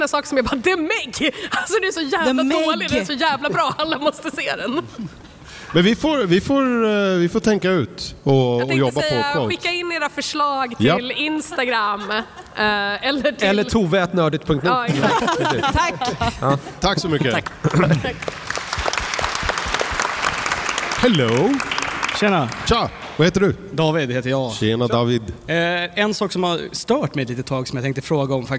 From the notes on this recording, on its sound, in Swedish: Den som spelades in live på Comic Con Stockholm 2023. Spelade vi in livepodd inför publik på Comic Con Stockholm på Älvsjömässan.